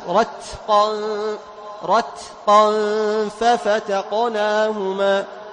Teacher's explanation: فتميز التاء من القاف بهمس التاء وجهر القاف